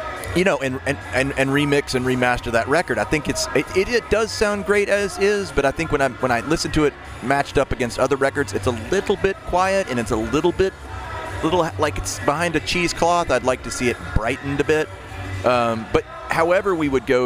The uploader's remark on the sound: Talks with two guests on location at Midtown Con in Memphis.